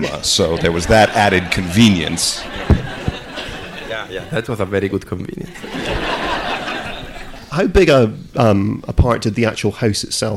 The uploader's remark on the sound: to Curzon Soho for a special Q&amp;A screening